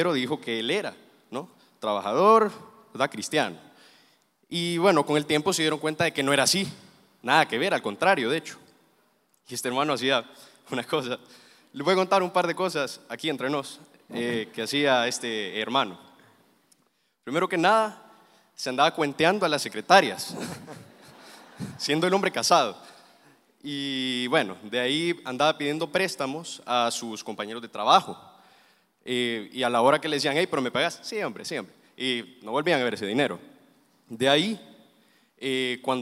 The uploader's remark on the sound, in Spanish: Mensaje predicado en vivo desde el Centro Familiar de Adoración CEFADCHURCH, julio 2023.